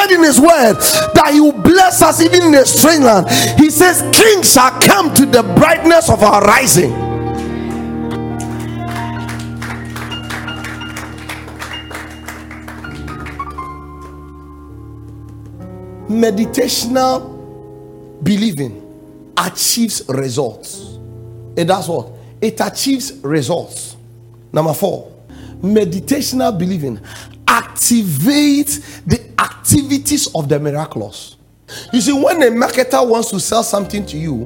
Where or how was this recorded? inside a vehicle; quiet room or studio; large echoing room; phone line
large echoing room